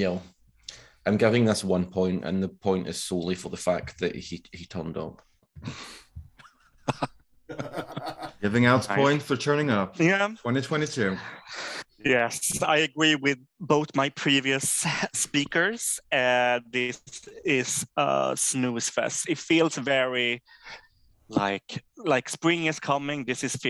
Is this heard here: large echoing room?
no